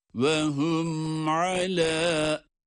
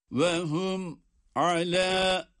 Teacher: Gunne biter bitmez ayna geçiyoruz. Arada bir boşluk yok. · Shown in: first take